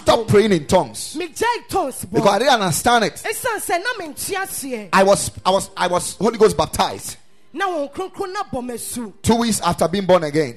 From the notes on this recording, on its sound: Preached at the Ekklesia Chapel